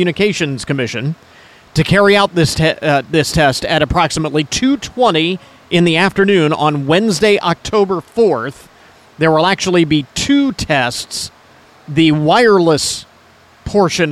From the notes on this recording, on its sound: ON LOCATION: Our broadcast from Opening Day of the Hancock County Fair. It's Veterans Day at the Fair.